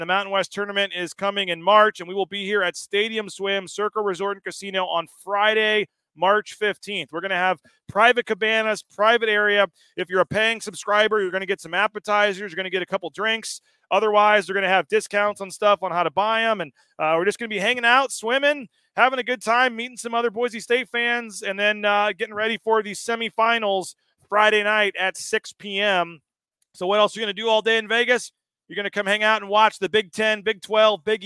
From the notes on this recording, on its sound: Live from Stadium Swim at Circa Las Vegas. LIVE at Stadium Swim at Circa Resort and Casino for Bronco Nation News.